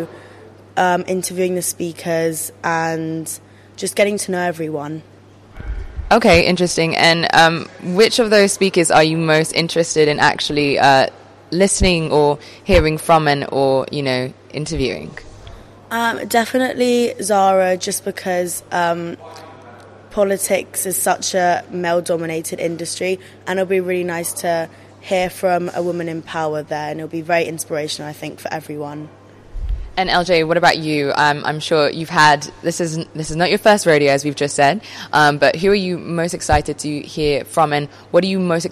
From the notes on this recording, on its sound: Reach Next Generation staged our latest Summit at The Etihad.